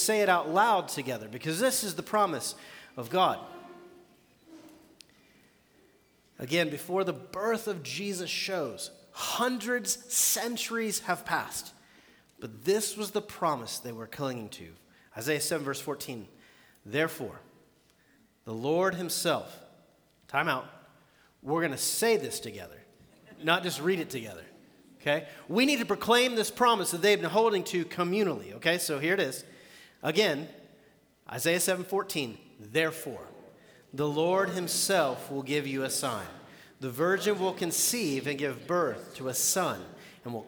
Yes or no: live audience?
yes